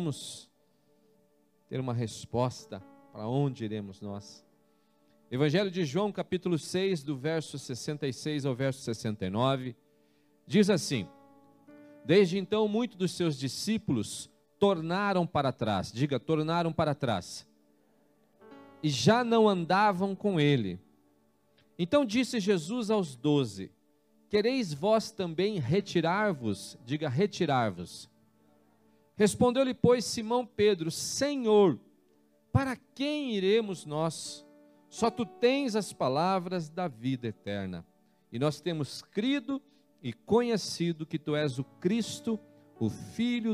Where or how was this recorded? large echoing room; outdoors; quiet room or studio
large echoing room